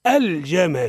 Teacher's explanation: يجب الانتباه إلى اللام القمرية الواقعة قبل حرف الجيم وإظهارها